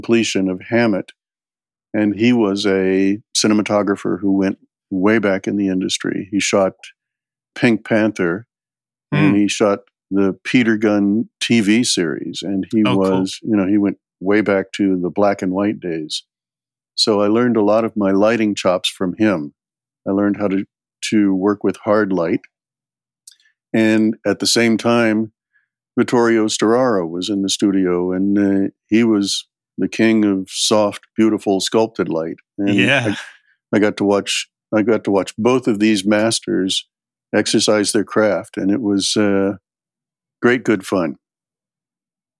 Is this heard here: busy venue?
no